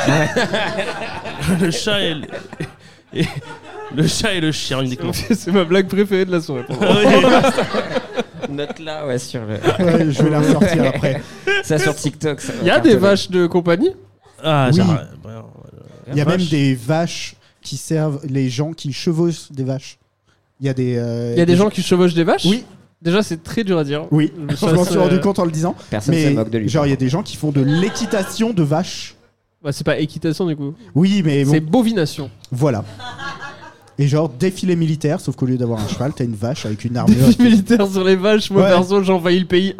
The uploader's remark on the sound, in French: (en public). Le tout enregistré en public au Charlie et sa bière à deux balles.